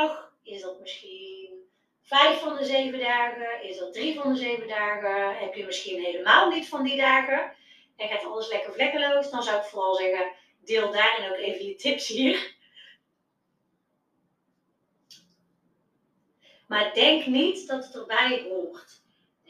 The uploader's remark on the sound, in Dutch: Deze aflevering is de audio van een Instagram Live video.